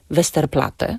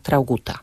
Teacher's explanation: w języku niemieckim nie wymawia się podwójnego t, zatem wymawiamy tylko jedną głoskę